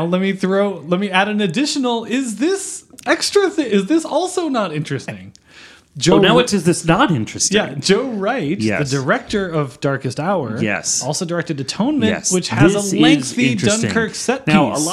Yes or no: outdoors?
no